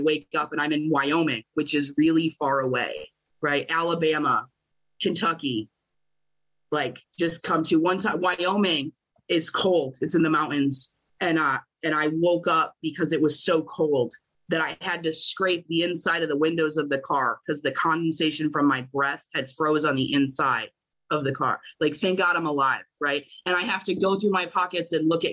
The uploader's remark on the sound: at the Magical Mystery Tour zoom meeting held in October of 2022.